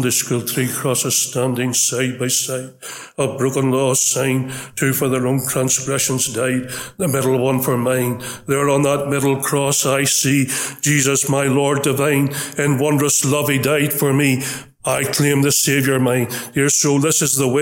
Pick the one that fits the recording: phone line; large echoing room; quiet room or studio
large echoing room